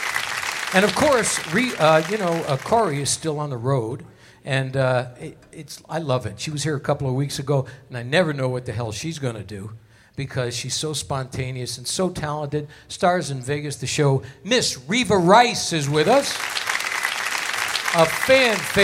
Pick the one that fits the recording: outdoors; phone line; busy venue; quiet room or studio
busy venue